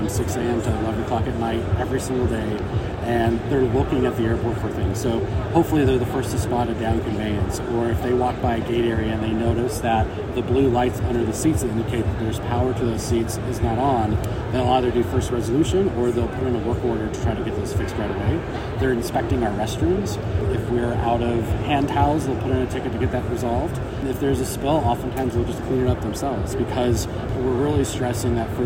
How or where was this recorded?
busy venue